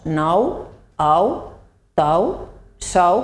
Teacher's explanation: diftong decreixent ou, molt habitual en valencià